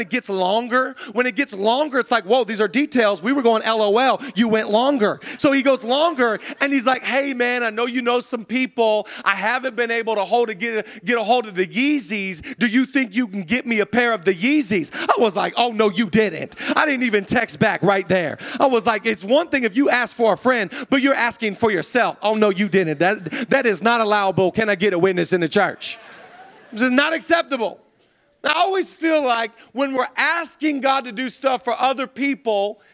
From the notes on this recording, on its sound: Zoe Church LA. Live from the El Rey Theater.